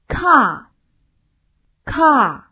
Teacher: Lesson 5. Nice to meet you. OK,那么我们今天学习第五课，很高兴见到你。首先我们看一下语音部分的内容。这一节课呢，我们重点讲一下后元音。那么后元音一共有五个。所谓后元音，也就是用舌的后部来感觉发音。我们先看一下第一个 R。那么发音的时候呢，要注意口腔全开，嘴唇要成自然状态，不扁也不圆，它是一个长音